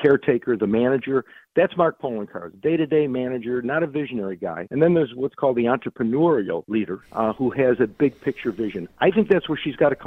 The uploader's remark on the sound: calls in live from Israel